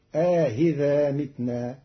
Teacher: بتسهيل الهمزة الثانية بين مع إدخال ألف بين المحققة والمسهلة